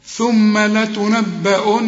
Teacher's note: النون هنا لازم تغن عند الوصل وعند الوقف · Term: تغن النون